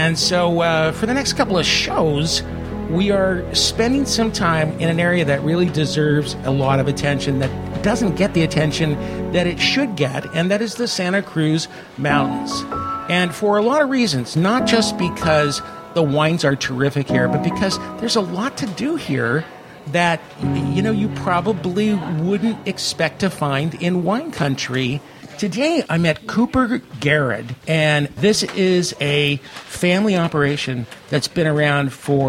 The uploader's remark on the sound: Records the show riding "Ben". Trotting past Cab Franc and Chardonnay grapes and California chaparral and through a bit of a cloudburst. Next, it's on to the tasting room of this six-generation family-run farm and vineyards at Cooper-Garrod Estate Vineyards.